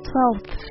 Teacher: 这个咬舌音呢会被弱化一点，但是你不能直接把它省略掉不念